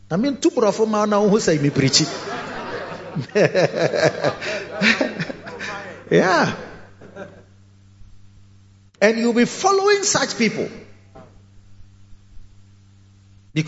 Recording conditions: large echoing room